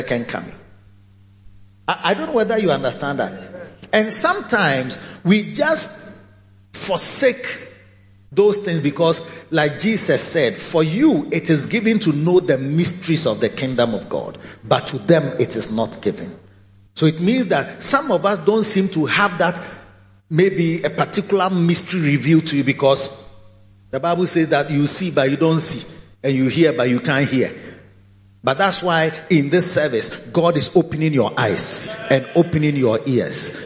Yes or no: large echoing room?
yes